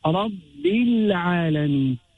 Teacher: its ruling is to be made izhar or clear, so the lamb will be heard clearly · Term: lamb al-qamariya